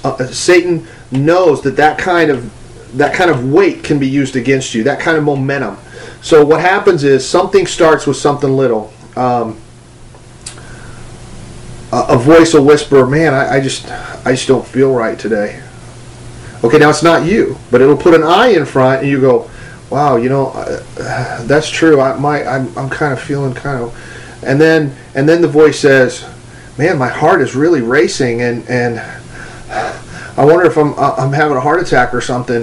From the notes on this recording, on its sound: Sorry for the audio quality. It's pulled from a video from 2008.